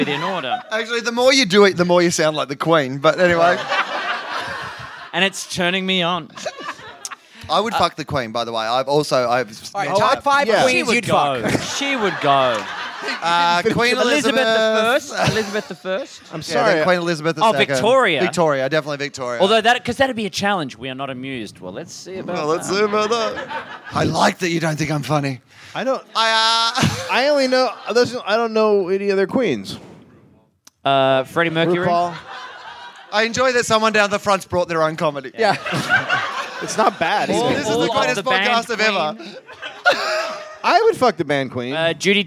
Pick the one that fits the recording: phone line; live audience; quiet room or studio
live audience